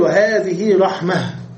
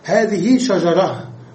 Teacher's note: إذا لم تكن جمعا مؤنثا سالما، فالأفصح الوقف بإبدالها هاء